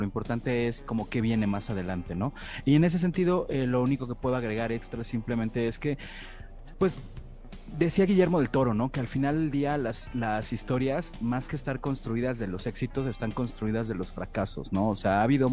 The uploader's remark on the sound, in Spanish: Entrevista desde MulticomicLC